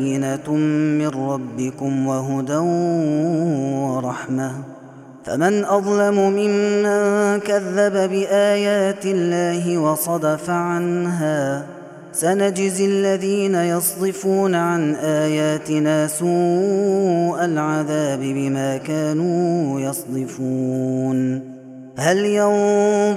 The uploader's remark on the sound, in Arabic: هذا التسجيل من صلاة التراويح. Ramadan 2021.